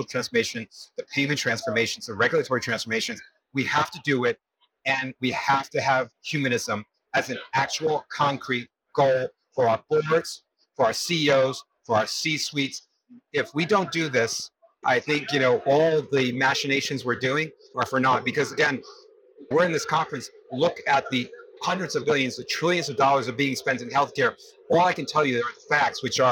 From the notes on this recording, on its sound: it’s an Interview in Action live from HLTH